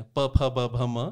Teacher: इन सब में होठ छू रहे हैं आपके